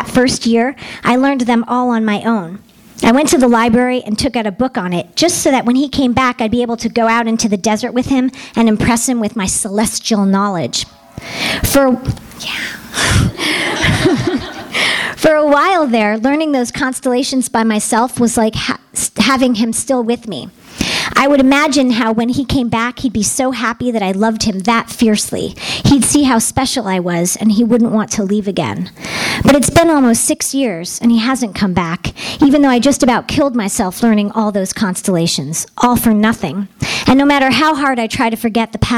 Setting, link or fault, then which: setting, live audience